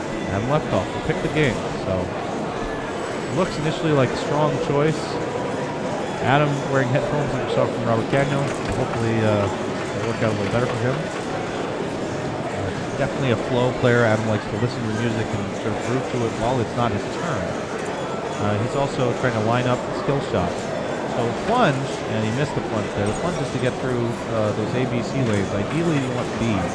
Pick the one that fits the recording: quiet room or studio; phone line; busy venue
busy venue